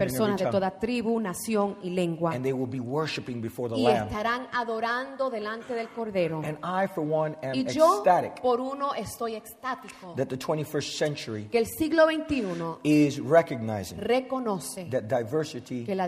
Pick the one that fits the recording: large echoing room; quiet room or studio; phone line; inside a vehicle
large echoing room